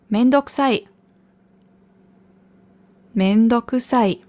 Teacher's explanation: Also das U hört man eigentlich fast nicht.